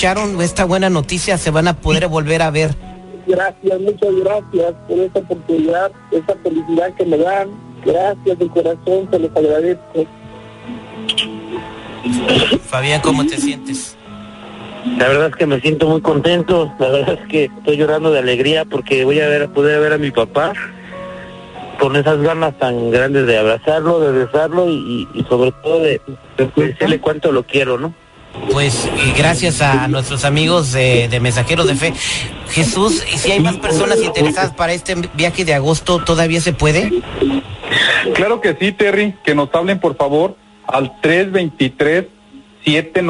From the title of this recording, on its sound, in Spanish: tuvimos una Llamada especial